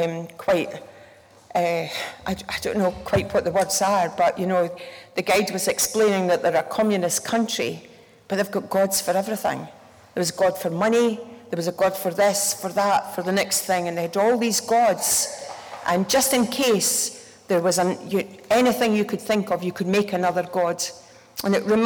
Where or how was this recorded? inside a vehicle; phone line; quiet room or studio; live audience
live audience